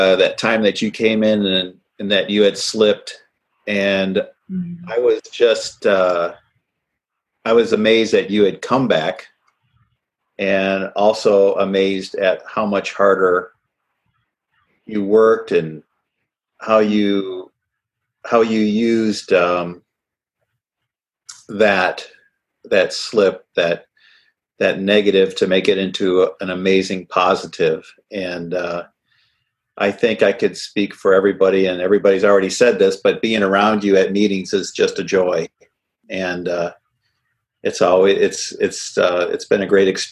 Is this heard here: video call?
yes